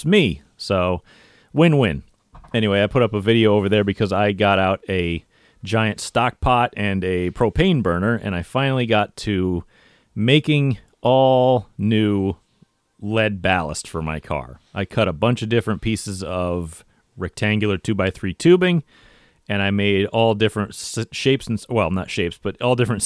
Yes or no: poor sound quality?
no